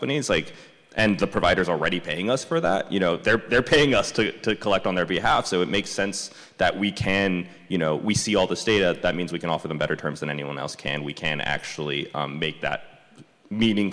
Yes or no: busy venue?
yes